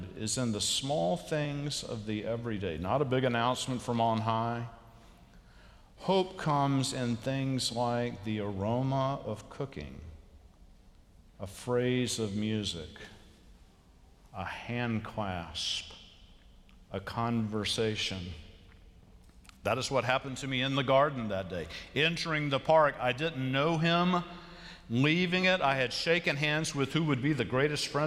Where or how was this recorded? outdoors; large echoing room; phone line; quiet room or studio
large echoing room